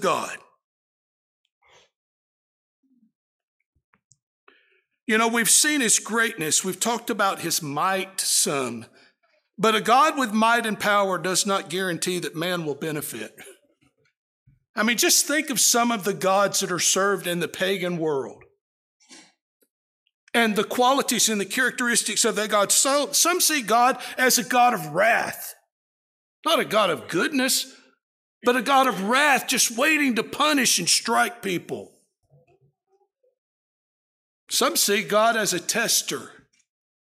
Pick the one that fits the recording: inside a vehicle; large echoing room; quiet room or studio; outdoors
large echoing room